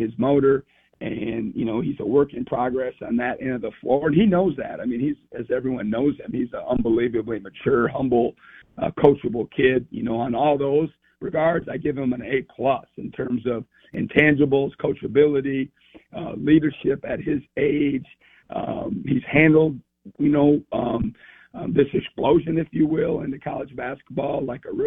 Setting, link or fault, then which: link, phone line